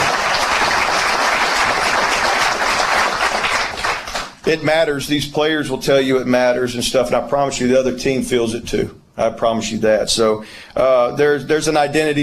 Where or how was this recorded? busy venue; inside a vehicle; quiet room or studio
busy venue